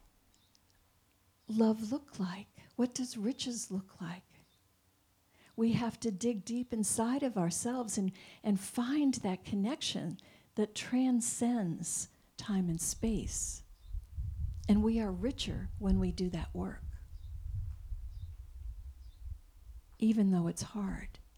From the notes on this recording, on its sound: This week only, we are broadcasting LIVE from the Hayshed, an outdoor venue in Bend. We’ll have our regular Sunday Service, with special guest musicians.